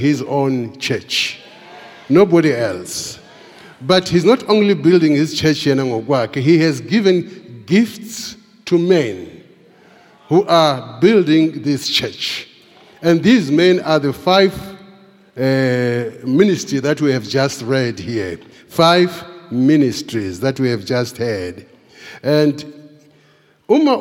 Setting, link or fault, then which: setting, large echoing room